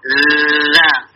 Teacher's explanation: Jadi ada huruf A di situ ditekan, I A I U ba. Kemudian za za itu lidahnya dikeluarkan za za sambil ada getaran dikit tuh